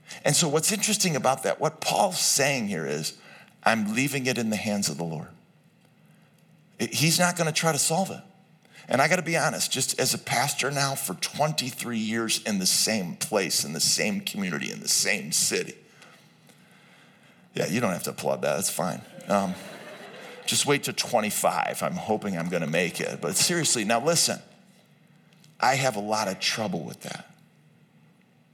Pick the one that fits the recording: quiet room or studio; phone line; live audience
live audience